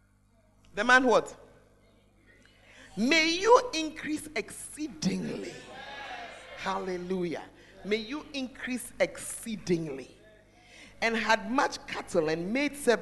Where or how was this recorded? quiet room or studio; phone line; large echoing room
large echoing room